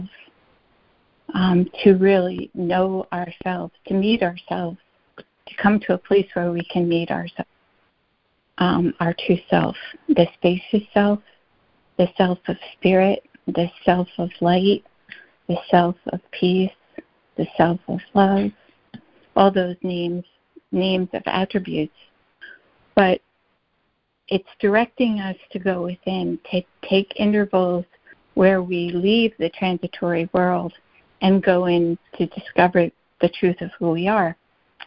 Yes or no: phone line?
yes